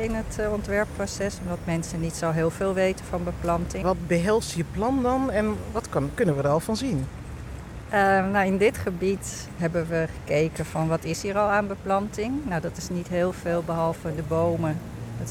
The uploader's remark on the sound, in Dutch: Knowledge Mile Wandeling. In deze aflevering wandelen we door het gebied.